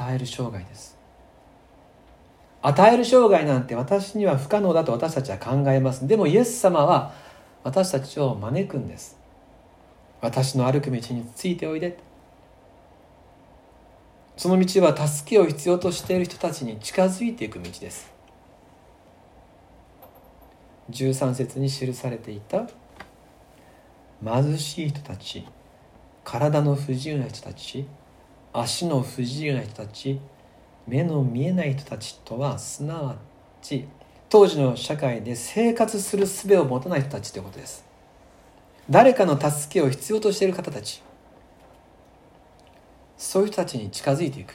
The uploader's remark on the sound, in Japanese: 2020/11/22吉備教会礼拝メッセージ録音